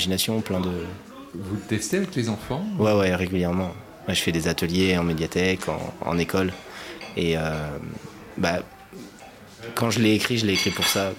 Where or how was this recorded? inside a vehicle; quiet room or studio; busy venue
busy venue